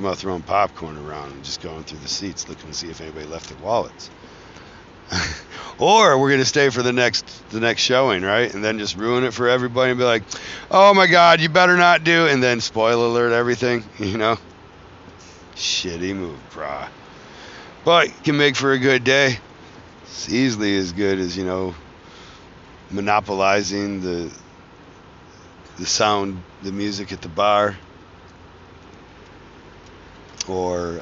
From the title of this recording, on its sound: traveling home from Philadelphia Tattoo Festival